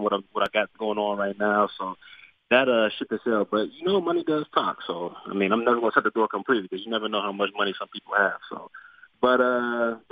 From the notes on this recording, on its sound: called